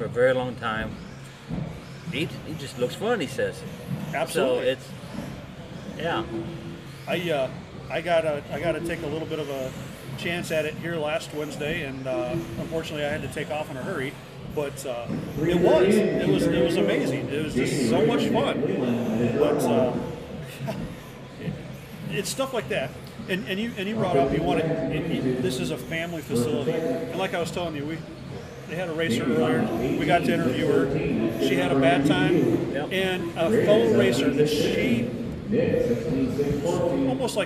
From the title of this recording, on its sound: Live from Island Speedway